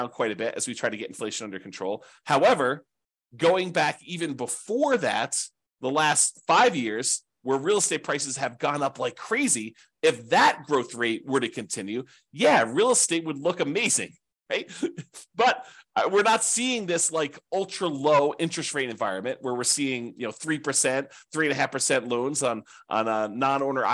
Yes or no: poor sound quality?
no